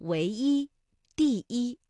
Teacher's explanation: 如果是单用或者在词尾呢，它就读一，比如唯一、第一